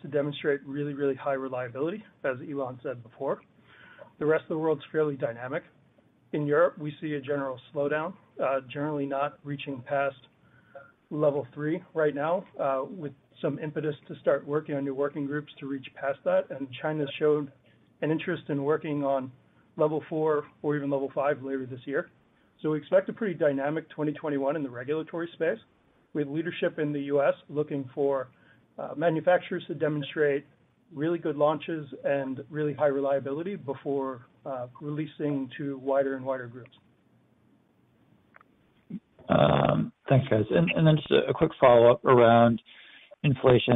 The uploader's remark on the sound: Livestream of Tesla's Q4 2020 Financial Results audio conference call.